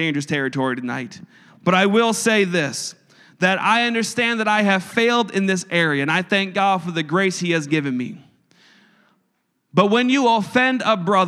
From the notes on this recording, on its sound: a service recording from Connect Point UPC